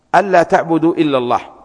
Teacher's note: ألا تعبدوا أصلها أن لا تعبدوا، أدغمت النون باللام